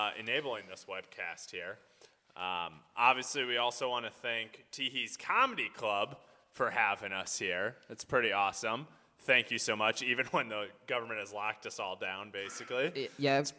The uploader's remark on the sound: This episode was recorded on 3/22/2020 at Teehee's Comedy Club in Des Moines, Iowa!